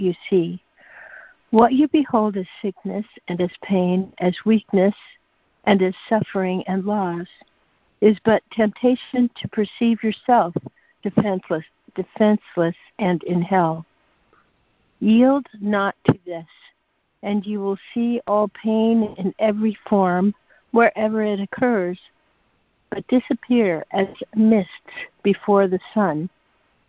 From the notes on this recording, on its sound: ACIM Daily Conference Call